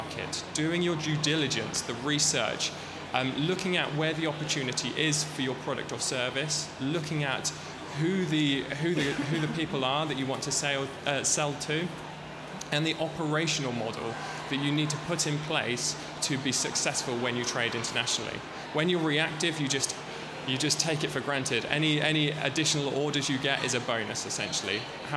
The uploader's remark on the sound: Expo East 2018 discussion panel